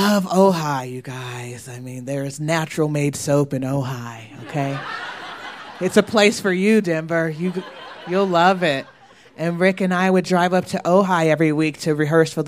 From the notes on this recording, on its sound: Was recorded live at our fifth anniversary show on March 18, 2015.